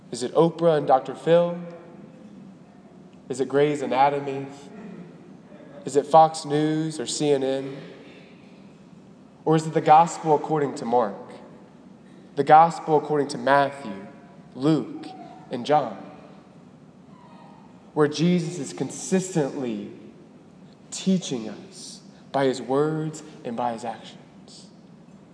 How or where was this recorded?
large echoing room